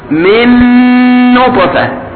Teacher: من نطفة، هذا إدغام بغنة، إدغام متماثلين، لأن هذه نون وهذه نون، فيدغم النون والنون سويا وينطقان على أنهما نون مشددة واحدة